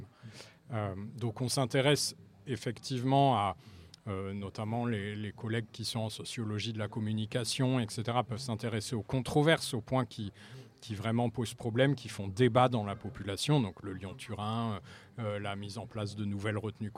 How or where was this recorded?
busy venue